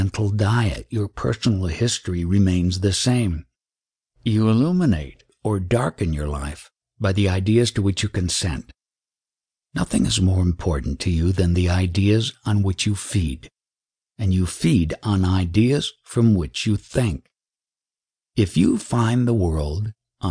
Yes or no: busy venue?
no